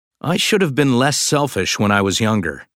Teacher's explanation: Notice how have and been are reduced in these sentences. · Term: Reduction of have and been